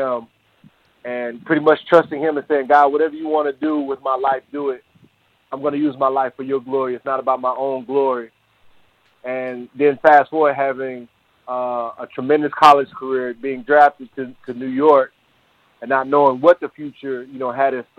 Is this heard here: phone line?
yes